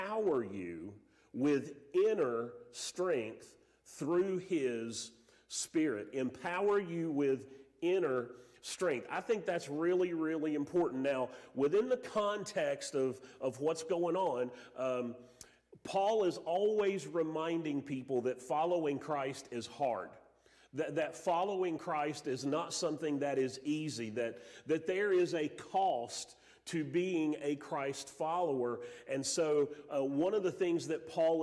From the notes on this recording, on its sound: Sermon audio from Mission Church in Locust, NC.